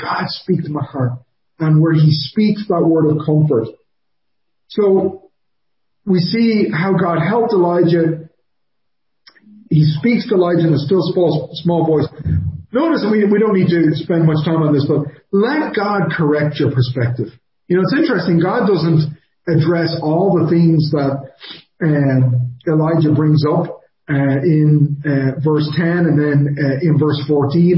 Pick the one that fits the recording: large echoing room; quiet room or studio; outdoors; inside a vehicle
large echoing room